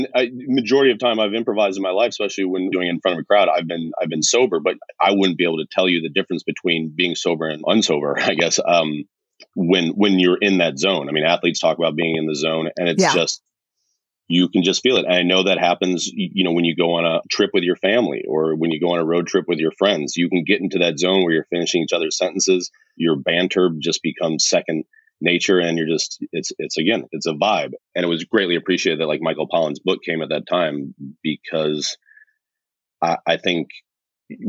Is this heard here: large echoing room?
no